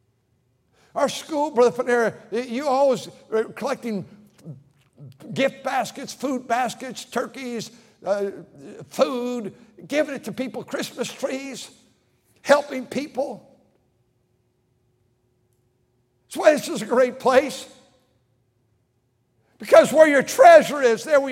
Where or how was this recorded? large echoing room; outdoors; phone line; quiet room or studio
large echoing room